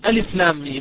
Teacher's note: ولكن ألف لام ميم، ميم هذه الأخيرة عندي إم وإي وإم، إي اللي في الوسط هذه من كلمة ميم حرف مد، جاء بعدها حرف ساكن وهو الميم الأخيرة ولكن ليست مشددة، إذن عندي حرف مد لازم حرفي مخفف، إذن ألف لام